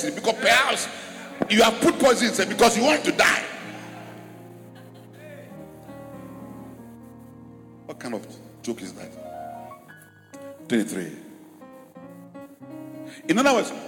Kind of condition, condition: setting, large echoing room